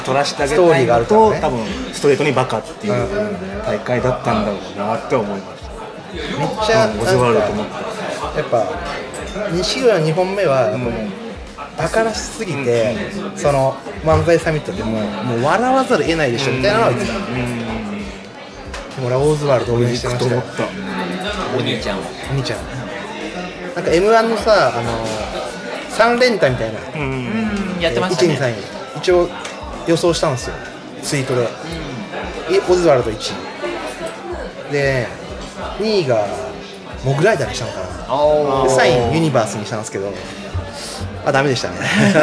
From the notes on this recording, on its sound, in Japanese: 今回は年末の喧騒を中継できたら(ウソ)とサイゼリヤさんでの録音になってます！